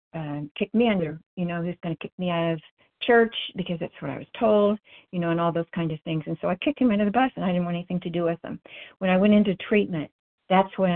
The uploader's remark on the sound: 100 Pounders Phone Meeting